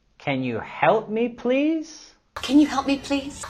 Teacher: Y aquí vamos a subir la entonación en las palabras help y please.